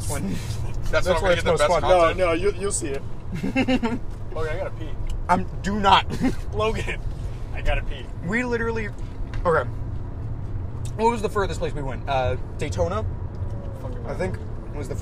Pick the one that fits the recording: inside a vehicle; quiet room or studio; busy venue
inside a vehicle